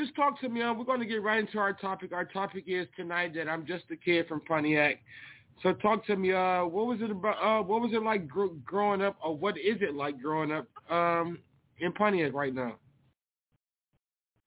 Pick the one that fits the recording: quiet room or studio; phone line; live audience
phone line